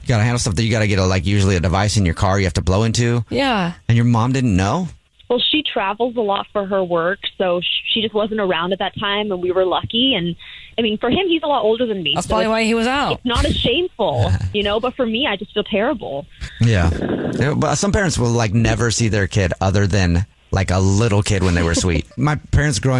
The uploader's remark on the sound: A woman is on the phone to tell a Dirty Little Secret.